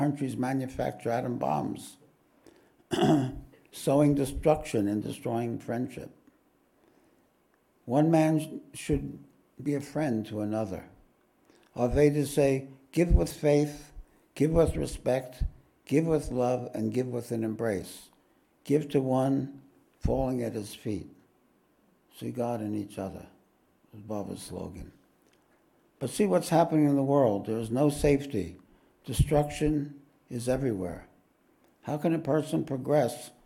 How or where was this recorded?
large echoing room